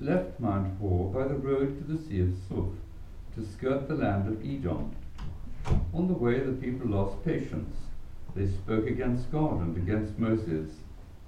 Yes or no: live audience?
yes